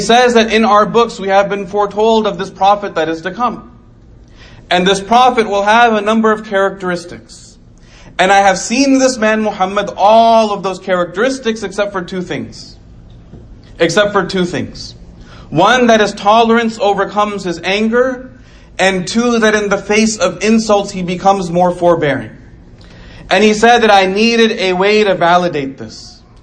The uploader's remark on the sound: Delivered 8/23/2019 Islamic Center of Coppell